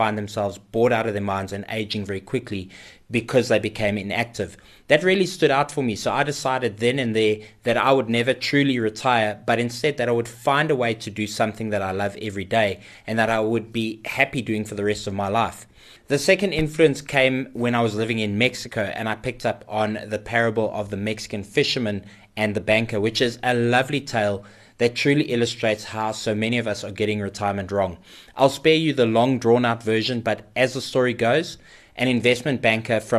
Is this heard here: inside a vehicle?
no